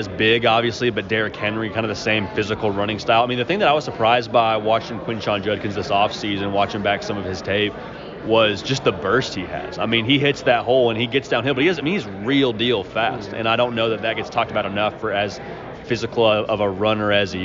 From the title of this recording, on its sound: LIVE! From SEC Media Days